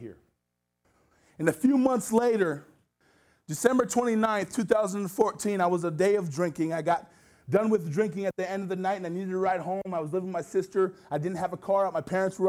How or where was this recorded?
large echoing room